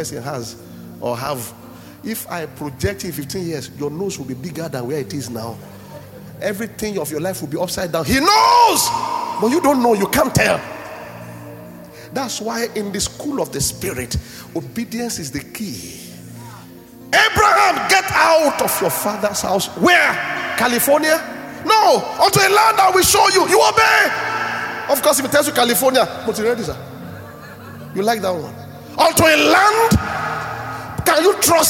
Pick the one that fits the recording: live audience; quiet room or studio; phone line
live audience